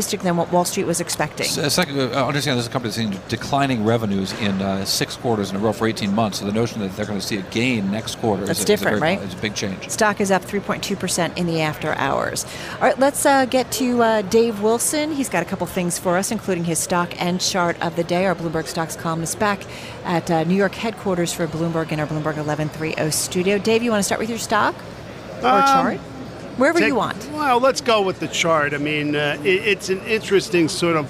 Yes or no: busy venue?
yes